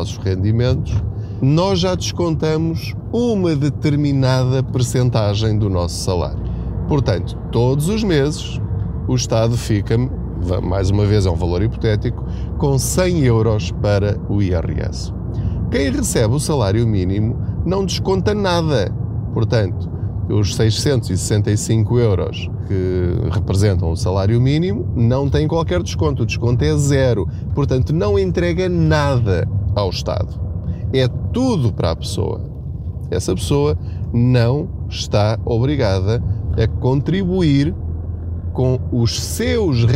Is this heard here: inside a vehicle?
yes